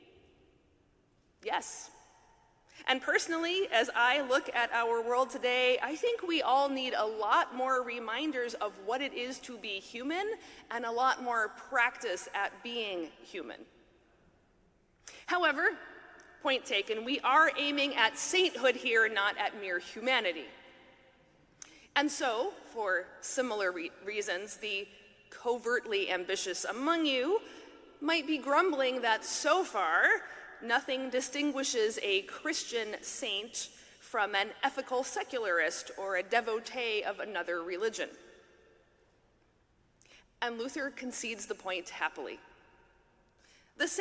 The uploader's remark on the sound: talk at the 2023 Mockingbird conference in New York